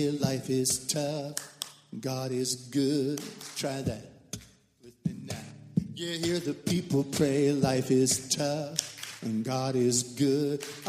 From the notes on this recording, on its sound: Recorded live at Destiny City that meets weekly in the Walls Student Center Chapel located at Livingstone College.